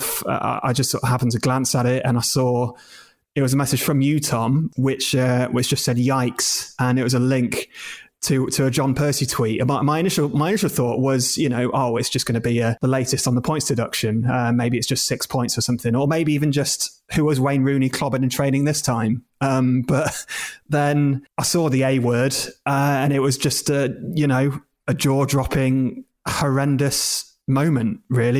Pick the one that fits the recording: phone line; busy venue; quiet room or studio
quiet room or studio